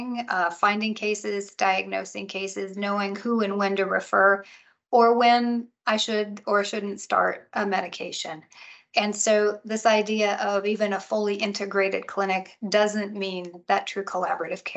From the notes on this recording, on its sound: In this special recording of a live Canton Pulse webinar.